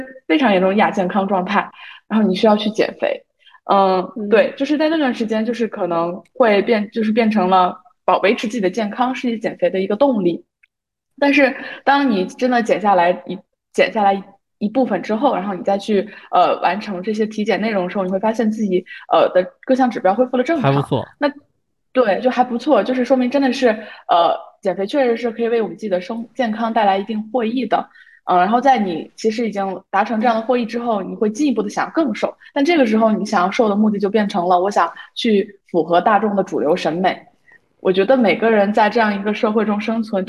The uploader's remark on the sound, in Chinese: 由于疫情原因，我们转为线上录制，音质有所影响。